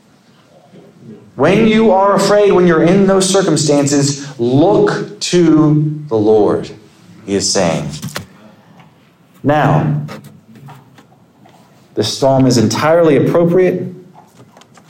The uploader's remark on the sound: Sermon preached at Compass Community Church on June 4, 2023.